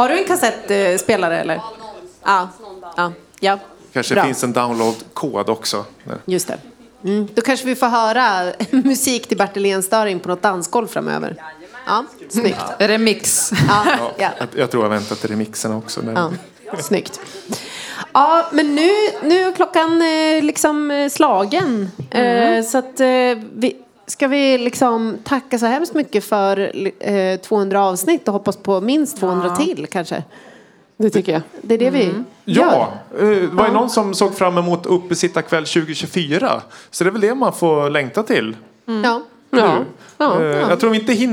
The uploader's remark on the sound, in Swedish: Inspelad live inför publik på Musikhuset tidigare i veckan.